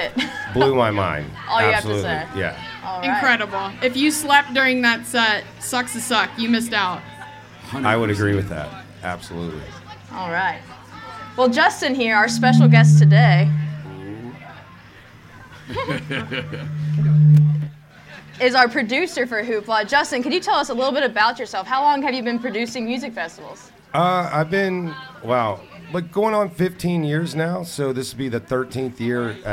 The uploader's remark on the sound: Live from Hoopla 2022